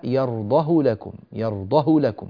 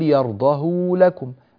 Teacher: فيقصر الهاء، يعني يجعلها مضمومة من غير أن يصلها بواو · Shown in: first take · في سورة الزمر في قوله تعالى وإن تشكروا يرضه لكم، فهو يقرأها يرضه لكم يرضه لكم، ولا يقول يرضه لكم، مع أن هذه الضادة مفتوحة واللام مفتوحة. · Term: القصر